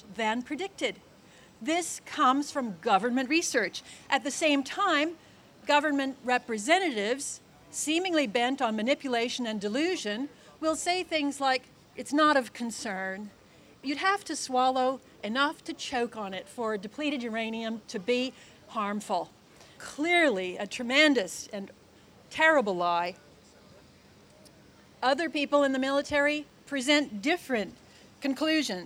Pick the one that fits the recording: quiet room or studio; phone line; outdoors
outdoors